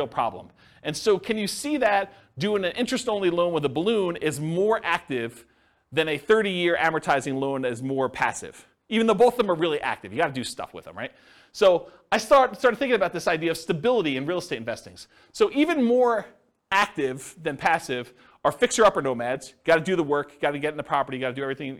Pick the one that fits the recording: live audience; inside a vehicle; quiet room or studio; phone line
live audience